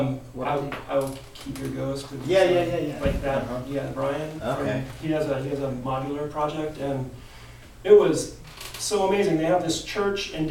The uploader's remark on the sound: LIVE FROM PATCHWERKS